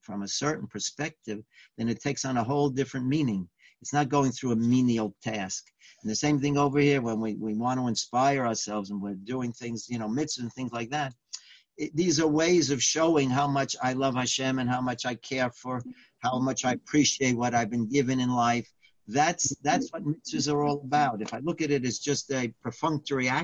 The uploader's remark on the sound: Live On Zoom